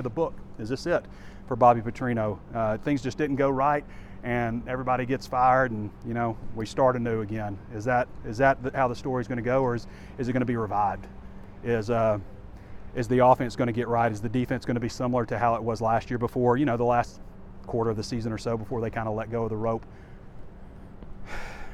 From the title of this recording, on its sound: WALK & TALK